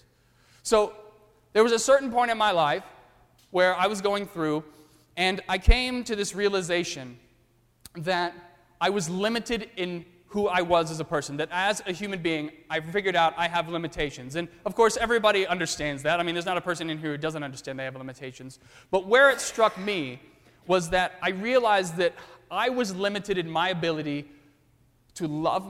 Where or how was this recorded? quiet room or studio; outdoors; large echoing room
large echoing room